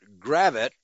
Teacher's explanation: the locals pronounce it Gravette with the accent on the first syllable